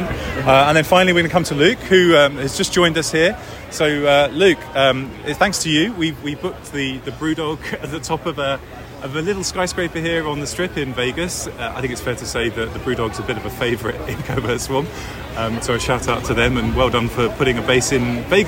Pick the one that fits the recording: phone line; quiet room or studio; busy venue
busy venue